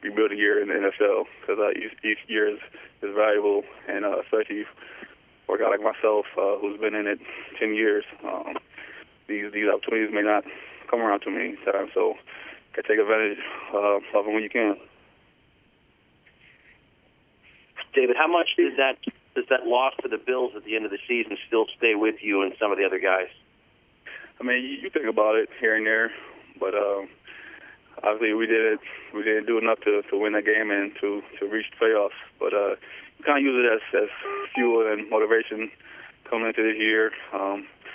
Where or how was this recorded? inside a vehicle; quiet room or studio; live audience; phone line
phone line